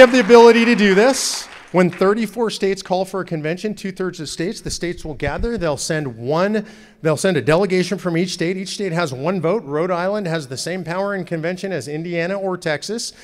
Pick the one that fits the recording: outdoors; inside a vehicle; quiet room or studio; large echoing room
large echoing room